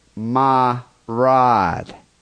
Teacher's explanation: The pronunciation of the vowel in words like my and ride as a long ah, like ma rod.